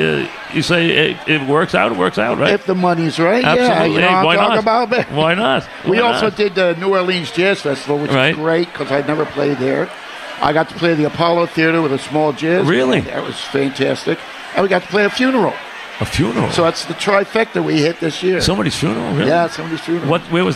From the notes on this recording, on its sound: Live at Bar. Before he hops on and plays a few songs.